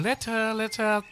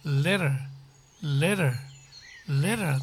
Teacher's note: t の破裂音ですね。この t というのがなくなってくるんですね。